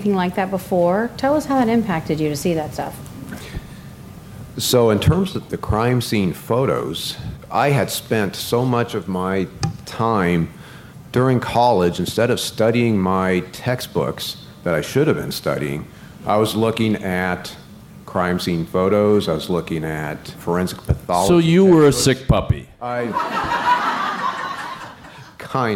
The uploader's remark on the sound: Live from CrimeCon